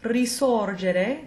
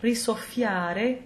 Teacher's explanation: the S will remain an unvoiced S